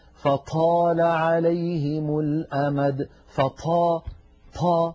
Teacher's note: بعض إخواننا متأثرا باللهجات العامية ينطقها مهموسة